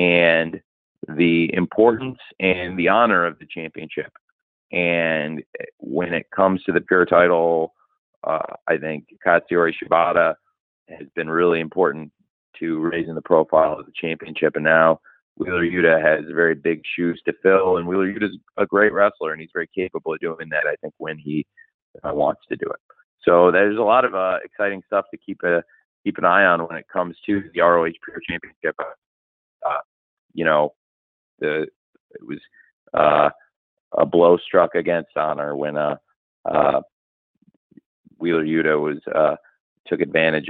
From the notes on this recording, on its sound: pre-event media call, recorded on December 12, 2023